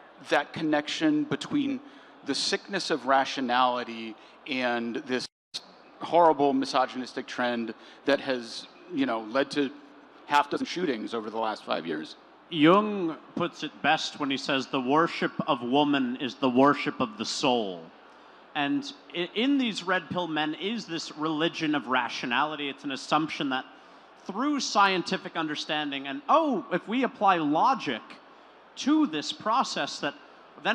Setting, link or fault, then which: setting, busy venue